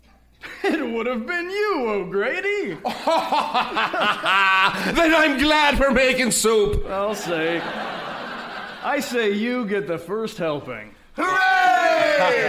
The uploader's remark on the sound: Recorded Live 9/10/2010 at Largo, Los Angeles.